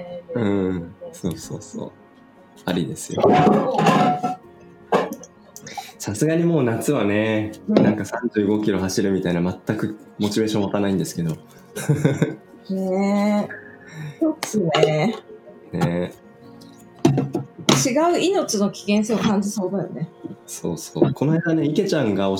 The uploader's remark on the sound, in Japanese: オンライン越しの朝から聞こえる、鳥の声。平日の朝8時、それぞれのSoloランニングから帰宅したメンバーとオンラインスタジオで集い。